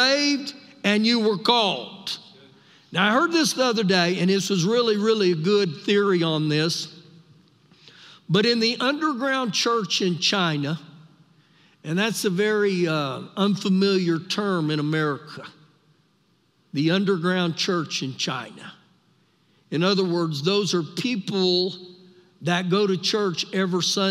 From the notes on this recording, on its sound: Recorded live during our Sunday morning service